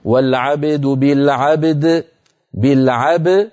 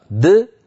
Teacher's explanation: الباء ساكنة أصالة والدال في كلمة العبد سكنت عروضا بسبب الوقف، فاجتمع في النطق حرفا قلقلا · Term: قلقلة